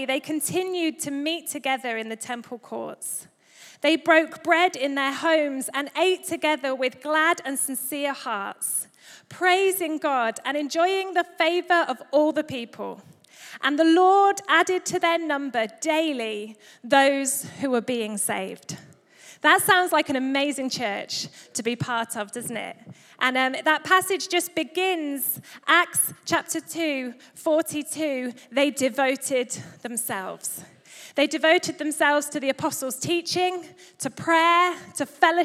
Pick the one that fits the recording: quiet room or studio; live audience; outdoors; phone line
live audience